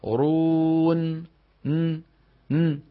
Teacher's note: النون بين الرخوة والشديدة